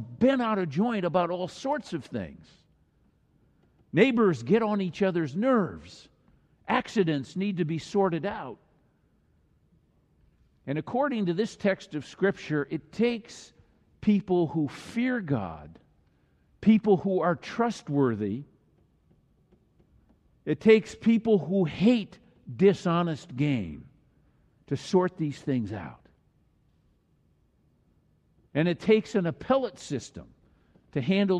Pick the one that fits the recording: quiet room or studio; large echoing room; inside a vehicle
large echoing room